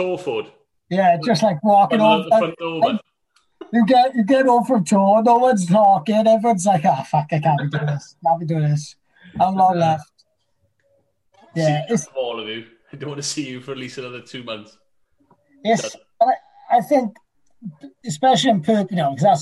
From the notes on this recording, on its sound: Via Zoom